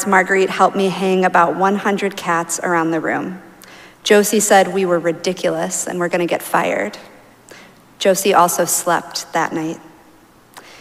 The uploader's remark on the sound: Recorded live at Arlington Street Church.